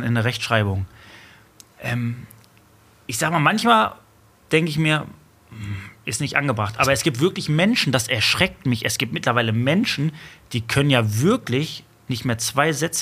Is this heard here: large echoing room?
no